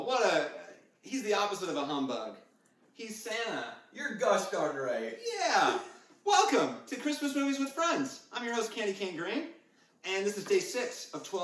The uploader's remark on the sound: The audio isn't the best, my apologies.